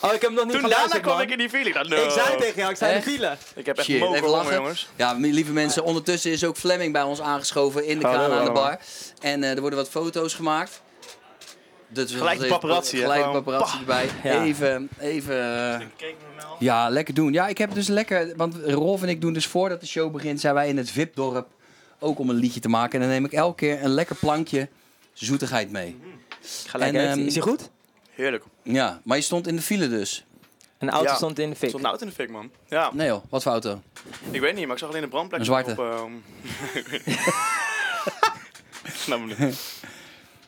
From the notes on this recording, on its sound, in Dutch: Feest in de kleinste kroeg backstage bij De Vrienden van Amstel LIVE